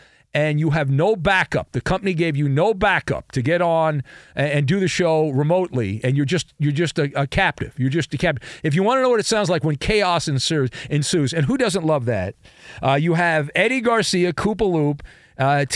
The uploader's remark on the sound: take your phone calls